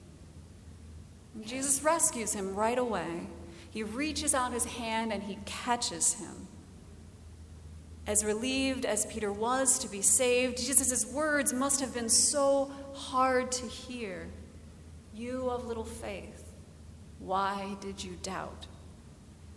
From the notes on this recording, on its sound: Recorded August 13, 2017 at Trinity Presbyterian Church in Bixby, Oklahoma.